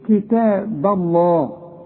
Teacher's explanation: كتاب الله، ارقق البه وفخم لفظ الجلالة